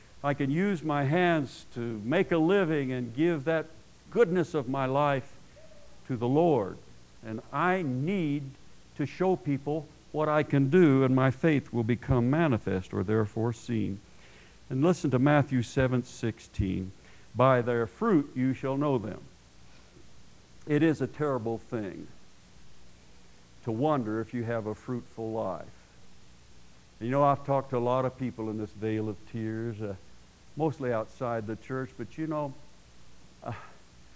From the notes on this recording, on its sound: at Paradise Valley Christian Church in Casper, Wyoming.